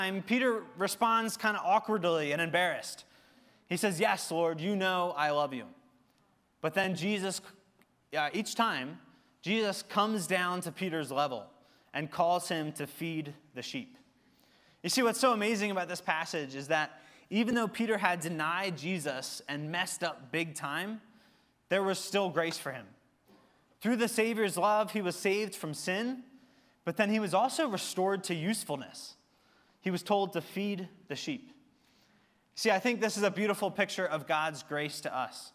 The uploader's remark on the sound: Recorded service from October 15, 2023.